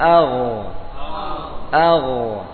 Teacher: Gha atau ghain. Makhrajnya ujung tenggorokan.